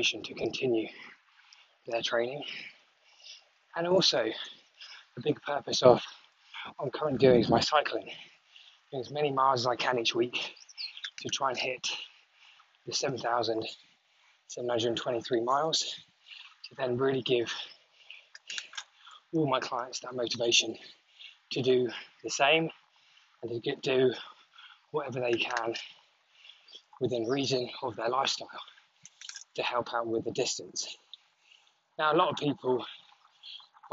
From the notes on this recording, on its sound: This could be the first podcast ever to be recorded while cycling up a hill.